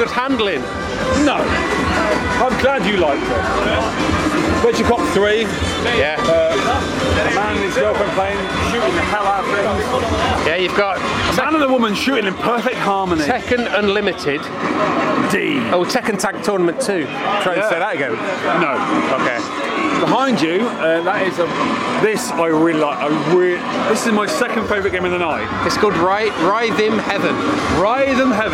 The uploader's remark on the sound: Had a walkround of the garage arcade and did the rest of it in a Swedish airport! Live walkround (well, we were alive) at Hey Stockholm as well as most of the usual stuff.